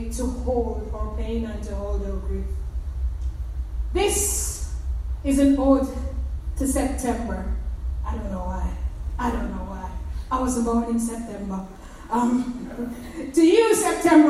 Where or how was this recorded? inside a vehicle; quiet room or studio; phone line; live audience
live audience